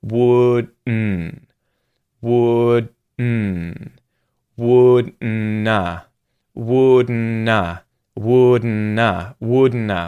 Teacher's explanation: you're going sort of straight into the syllabic N, it's called, with nasal release. So your mouth is effectively going into the D position, stopping the air from coming out of your mouth, and then it's coming out your nose. Your mouth is allowing air to go through your nasal passage and come out your nose as the vowel sound.